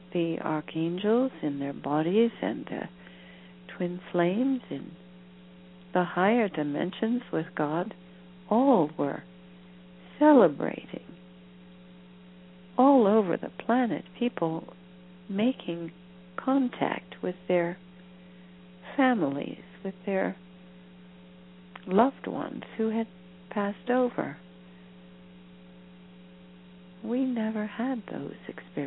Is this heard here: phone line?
yes